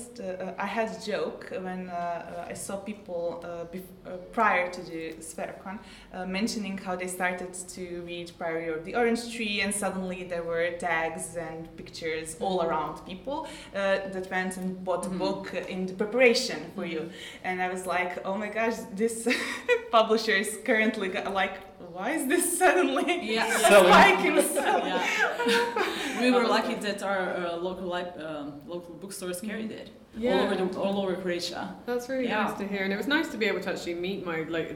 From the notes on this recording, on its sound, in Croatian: Mora FM na terenu! Ovu bonus epizodu snimali smo uživo s publikom na SFeraKonu.